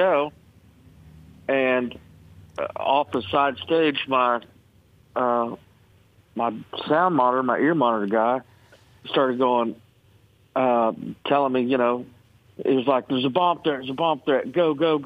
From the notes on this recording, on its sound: called into the show this morning